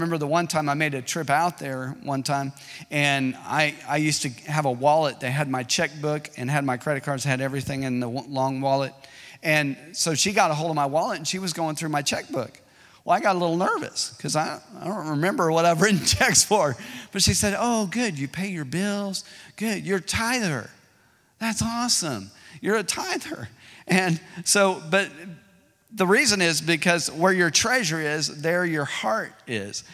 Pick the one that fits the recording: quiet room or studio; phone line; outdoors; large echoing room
large echoing room